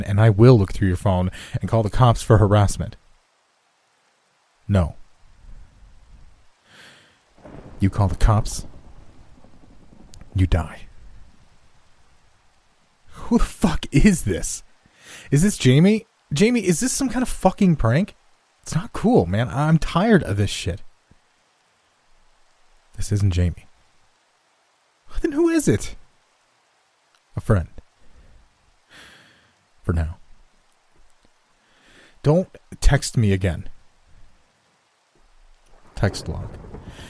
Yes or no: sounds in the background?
yes